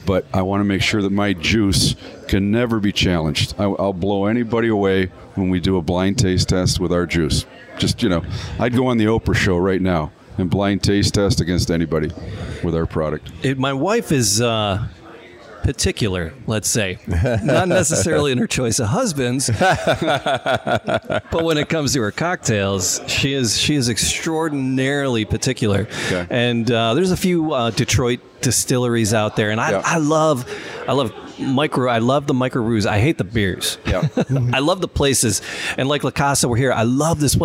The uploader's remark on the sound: We broadcast live at La Casa